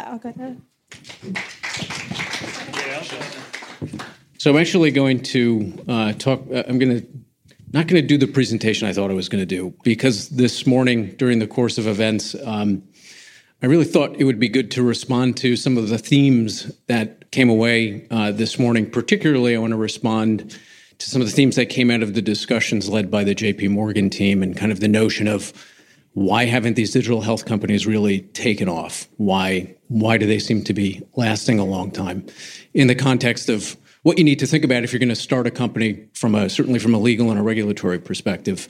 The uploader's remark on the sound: on the stage at DOCSF 2019